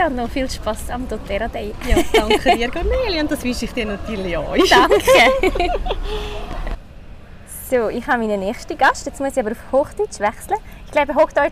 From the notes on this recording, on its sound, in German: Live vom dōTERRA Swiss Day 2023. Diese kurzen, spontanen und spannenden Kurzgespräche sind am diesjährigen dōTERRA Swiss Day 2023 in Basel entstanden. Habe sehr spontan einen Podcast ganz roh und direkt in der Konferenzhalle aufgenommen.